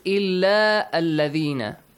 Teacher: since we are joining two words and Hamzatul Wasl will be in the between, it will be skipped